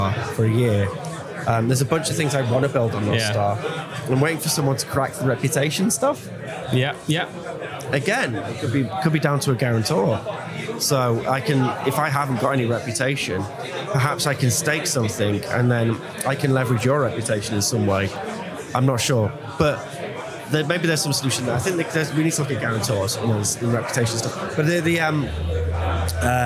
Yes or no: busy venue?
yes